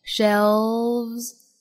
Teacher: 还要注意单词内部的这个舌侧音不能丢，舌尖要去抵一下上齿龈的